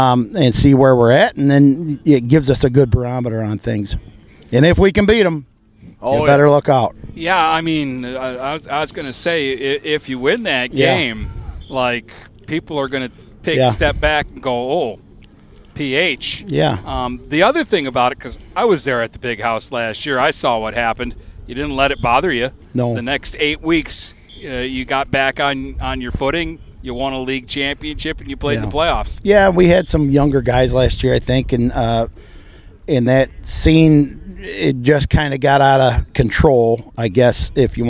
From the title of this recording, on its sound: Live From Port Huron High Football Camp!